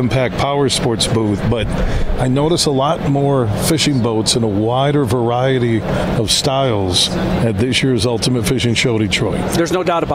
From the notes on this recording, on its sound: Today we're broadcasting live from the Ultimate Fishing Show Detroit